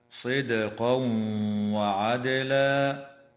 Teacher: ويدغم التنوين في الواو مع الغنة في قوله تعالى صدقا وعدلا